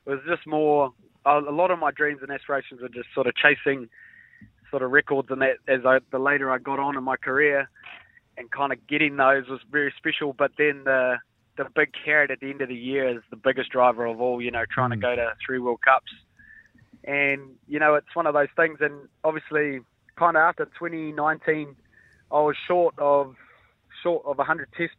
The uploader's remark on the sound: We were joined on the phone. After his final home game for the landers in Forsyth Barr Stadium.